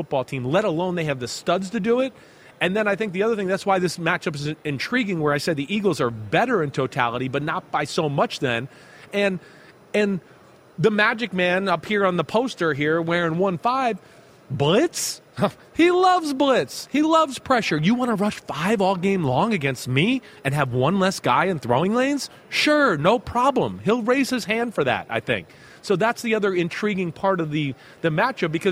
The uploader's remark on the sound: PFT Live from Super Bowl Media Week in Arizona